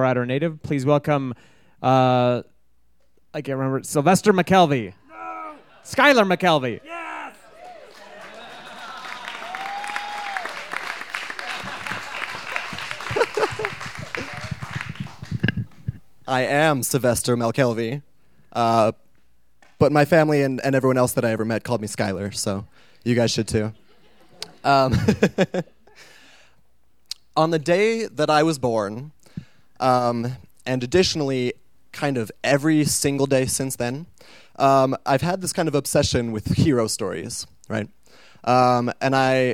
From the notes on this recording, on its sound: These stories were recorded live at Buntport Theater on September 17, 2014.